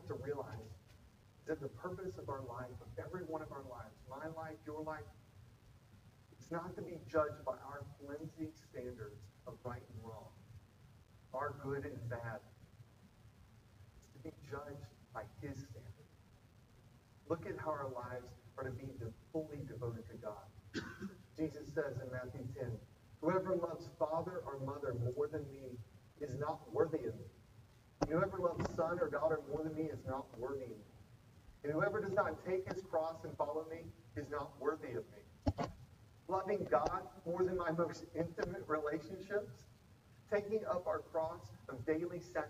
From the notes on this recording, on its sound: Apologies for the audio issues this week, we are aware and correcting!